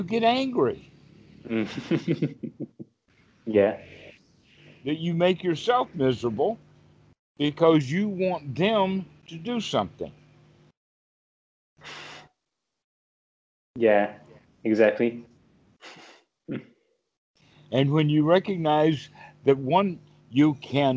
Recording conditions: video call